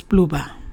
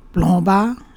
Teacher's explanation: That's pluba, but plomba is breathy. · Shown in: second take · Plomba is to boil.